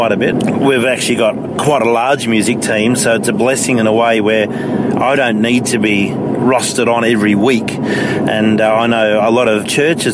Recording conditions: inside a vehicle